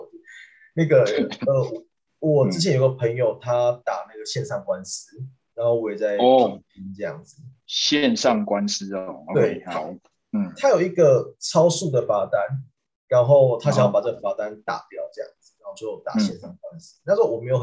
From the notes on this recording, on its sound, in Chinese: 這集內容是用線上會議平台錄製，完全沒有剪接。